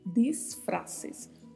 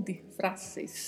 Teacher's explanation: A palavra tanto pode ser dita com o S bem marcado quanto com o S desaparecendo.